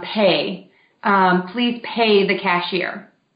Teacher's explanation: these vowels are actually, not to get too technical, two vowels smooshed together really fast to make one new vowel